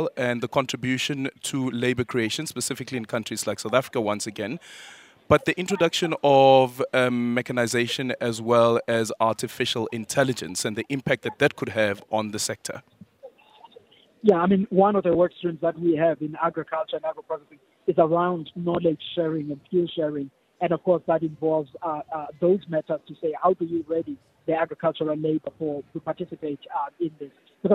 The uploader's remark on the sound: We are coming to you live from the Sandton Convention Centre where BRICS member states are gathering for the 15th BRICS Summit.